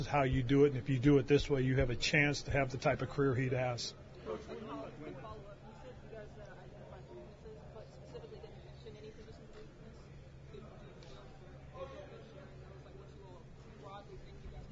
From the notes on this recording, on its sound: held a press conference from the NFL Combine